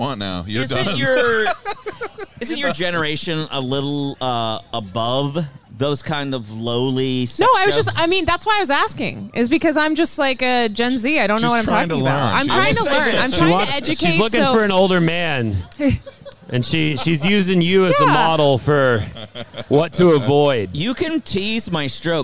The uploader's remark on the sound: LIVE Holiday Happy Hour Fundraising Benefit Charity Podcast Performance. Performed LIVE before a studio audience.